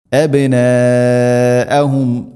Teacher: മദ് മുത്തസിൽ, മദ്ദിൻ്റെ അക്ഷരമായ അലിഫിന് ശേഷം ഹംസ അതേ പദത്തിലാണ് ഉള്ളത്. നിർബന്ധമായിട്ടും നാലോ അഞ്ചോ ഹർക്കത്തിൻ്റെ ഖദറിൽ നീട്ടണം.